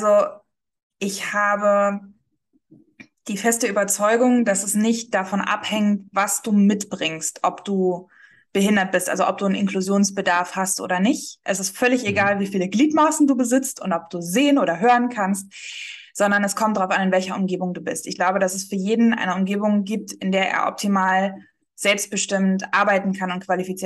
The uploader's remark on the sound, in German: hatten per Zoom einen netten Austausch